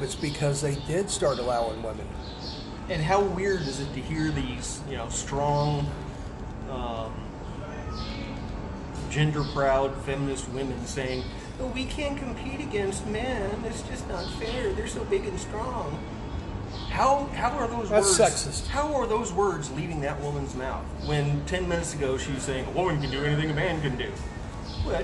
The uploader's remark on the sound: A tasteful variety of audio qualities, random artifacts and background noises